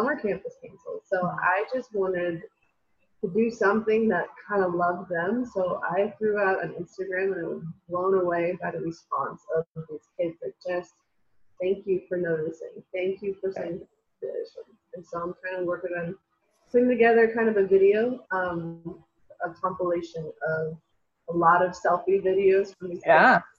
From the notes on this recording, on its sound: talk on ZOOM